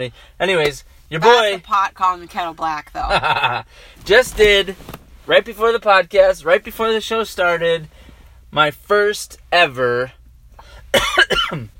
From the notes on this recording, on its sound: This episode was recorded live in our truck.